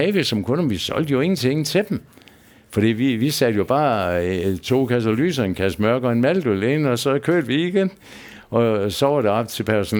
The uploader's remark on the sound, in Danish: Optaget på Bill’s Pub 47, Odense.